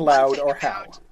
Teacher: compound vowel sound. That's what a diphthong is. As opposed to having like two separate syllables in there. It's one syllable.